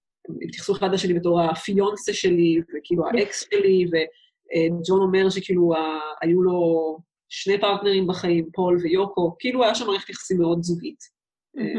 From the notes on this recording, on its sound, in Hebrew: הרמת הקלטה דרך זום